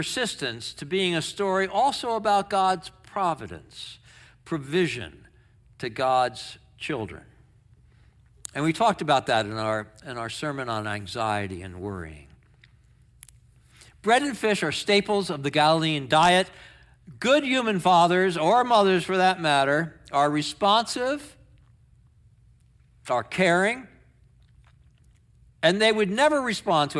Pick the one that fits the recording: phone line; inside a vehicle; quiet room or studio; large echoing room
large echoing room